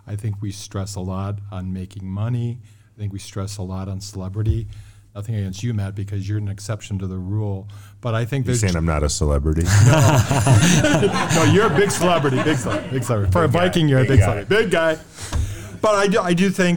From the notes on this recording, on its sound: MANNA LIVE! St. Bart's Catholic Church Men's Club Event. A special LIVE episode.